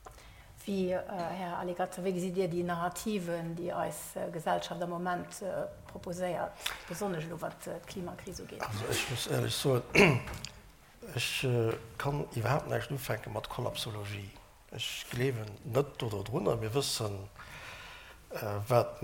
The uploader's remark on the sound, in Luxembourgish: D'Opnam vum Ufank vun der Table Ronde lauschteren wou op der Jubiläumsfeier stattfonnt huet. Leider ass d'Opnam no circa 50 Minuten ofgebrach ginn wéinst engem technesche Problem.